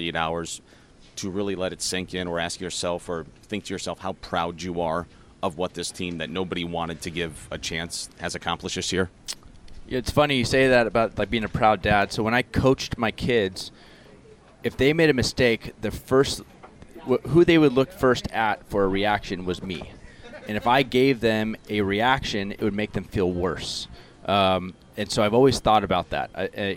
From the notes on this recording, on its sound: live from Citizens Bank Park